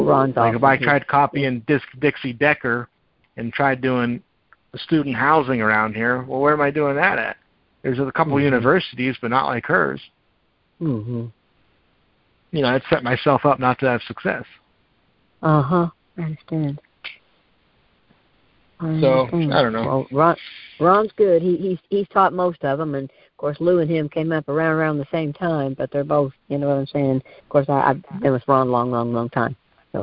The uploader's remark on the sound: Gold Club Q&A Call